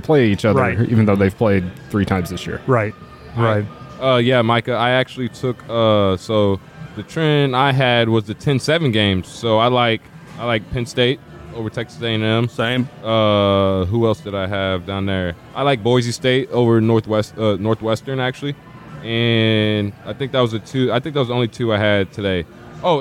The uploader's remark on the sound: March Madness Bracket Breakdown live at the Argosy. We’re partnering once again with Argosy Casino to bring you our official Bracket Breakdown Live. Join us live in Alton, Illinois or listen to our broadcast.